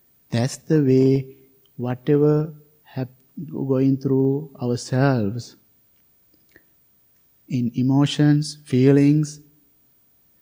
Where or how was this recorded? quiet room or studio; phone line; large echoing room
large echoing room